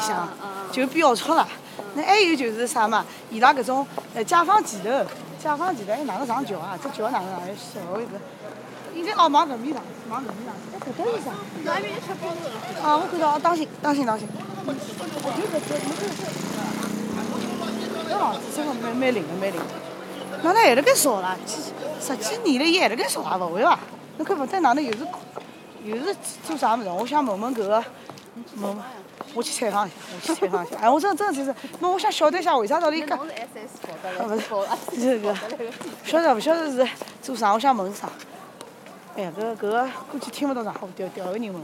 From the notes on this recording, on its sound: Walking around the area